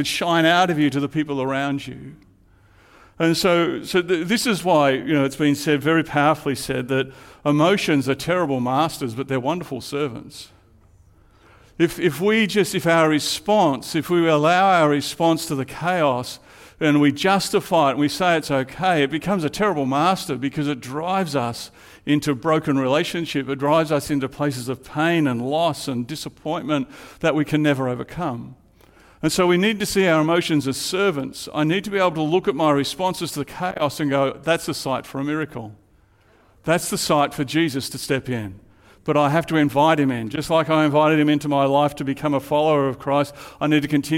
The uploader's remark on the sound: Live at Echo Church Melbourne Sunday February 11